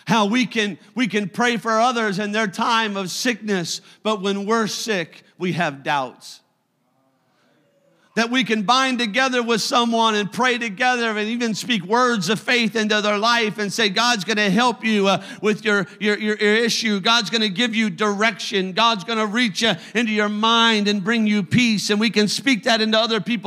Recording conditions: large echoing room